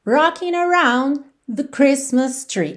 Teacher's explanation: Esse the que vem antes de Christmas tree, às vezes não aparece quase nada. Lembrando que é uma palavrinha que não tem uma função de significado muito grande, né?